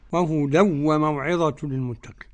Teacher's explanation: وهدى وموعظة، عدم الغنة لخلف عن حمزة